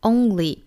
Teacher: 美音的话呢是 only，是不存在元音的一个滑动的